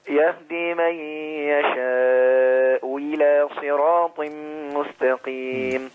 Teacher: حقق الهمزة الأولى وابدل الهمزة الثانية · Term: الإبدال